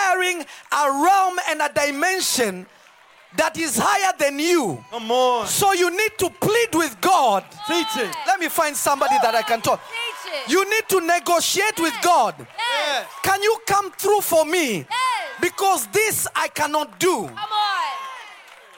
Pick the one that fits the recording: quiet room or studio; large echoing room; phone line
large echoing room